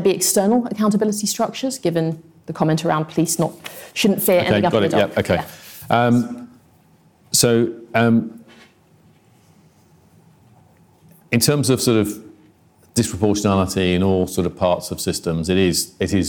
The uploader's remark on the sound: Institute for Government. A Q&A with the in-person and online audience.